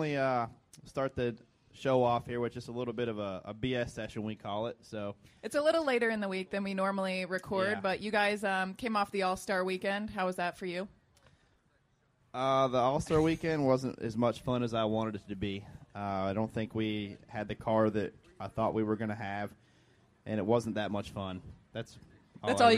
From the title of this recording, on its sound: DBC is live from JRM Fan Day